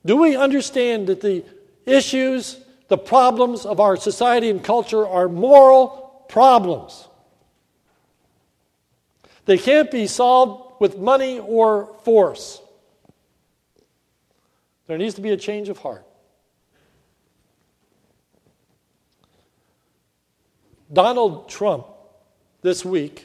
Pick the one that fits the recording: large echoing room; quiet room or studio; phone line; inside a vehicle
large echoing room